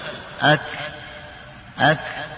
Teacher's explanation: الكاف من نفس المخرج أي من أقصى اللسان، لكن ليس من مخرج القاف بالذات، بل أسفل من مخرج القاف